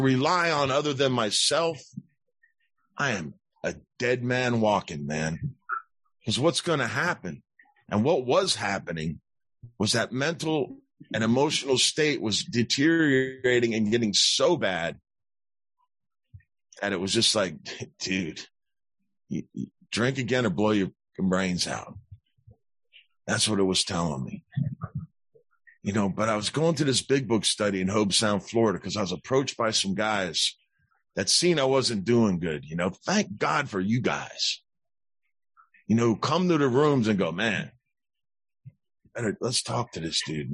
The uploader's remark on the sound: This zoom recorded in April 2022 at the Chandigarh online group in India.